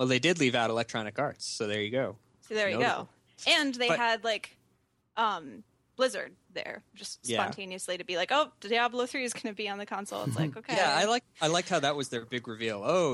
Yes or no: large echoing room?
no